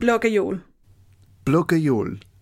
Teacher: So there's like a vowel sound in between the G and the J, even though there's no vowel.